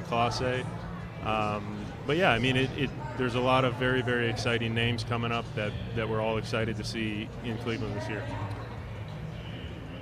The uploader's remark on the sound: We're live from Guards Fest in snowy Downtown Cleveland. On the Cleveland Guardians Radio Network.